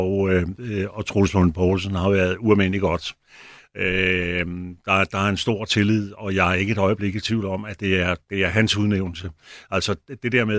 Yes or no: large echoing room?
no